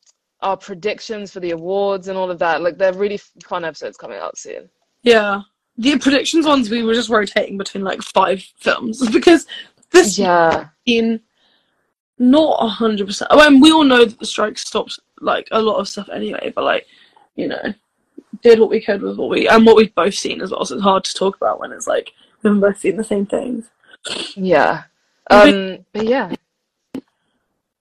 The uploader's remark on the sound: BONUS EPISODE from IG Live.